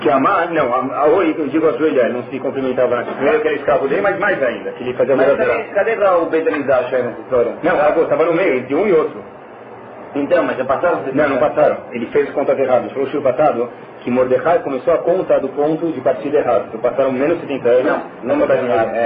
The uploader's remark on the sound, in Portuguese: Shiur recuperado – Desculpem a baixa qualidade.